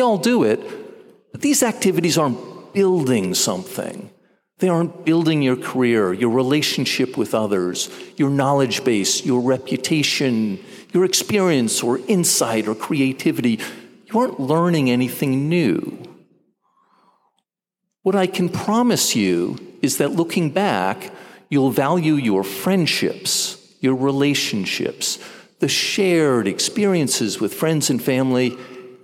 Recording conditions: live audience